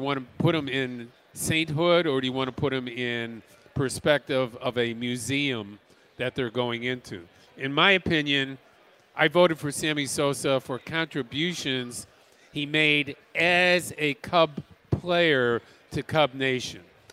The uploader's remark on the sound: live from Cubs Convention